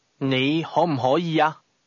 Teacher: The tones in that rise, fall, rise, fall, and rise again.